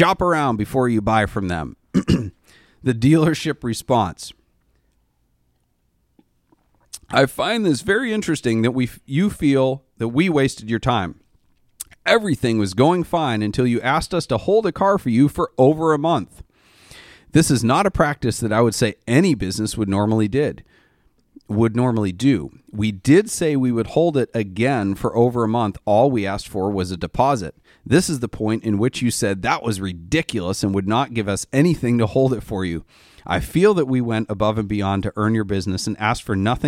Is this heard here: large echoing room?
no